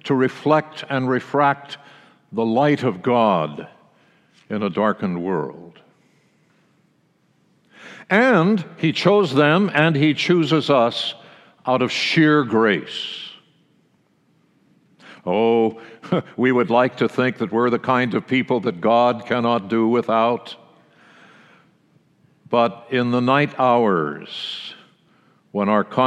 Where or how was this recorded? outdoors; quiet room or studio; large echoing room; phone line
large echoing room